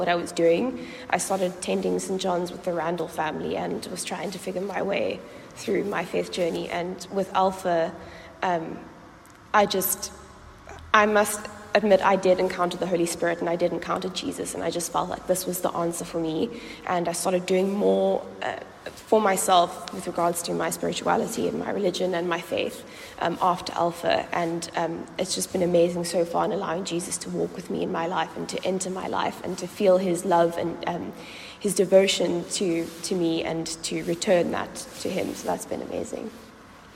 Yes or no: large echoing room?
yes